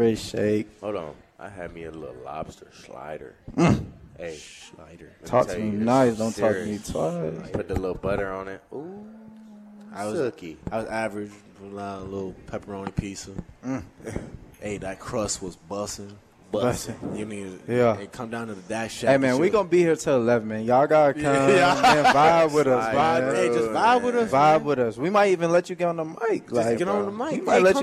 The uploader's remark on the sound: Live from Daq Shack!